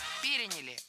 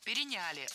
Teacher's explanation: Ударение ставим на третий слог. · Shown in: second take